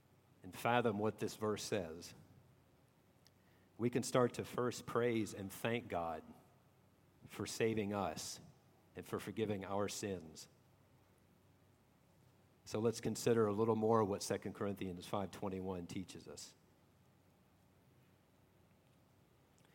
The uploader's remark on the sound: at Redeemer Presbyterian Church in Charleston, SC